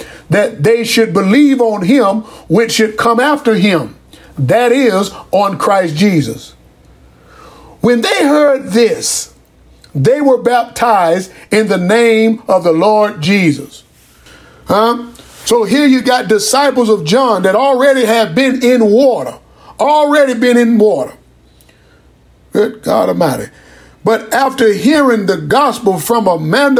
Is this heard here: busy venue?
no